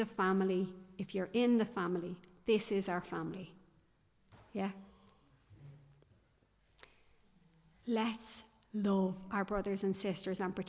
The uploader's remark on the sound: Recorded live in Liberty Church